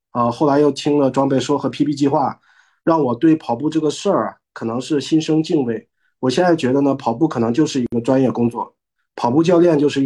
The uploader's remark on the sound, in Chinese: 第一次线上录制